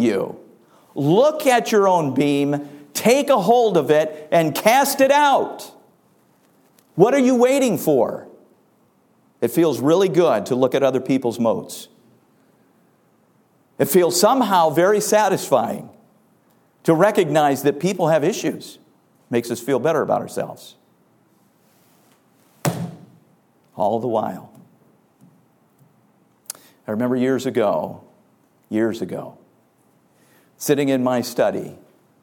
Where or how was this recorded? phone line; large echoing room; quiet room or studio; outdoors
large echoing room